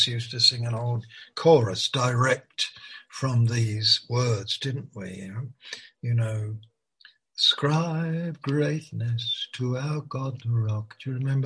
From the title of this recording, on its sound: Malaysia Meets (Zoom)